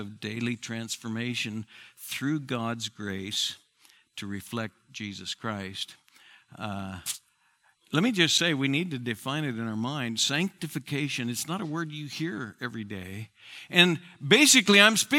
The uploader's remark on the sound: Southwest Bible Church in Beaverton Oregon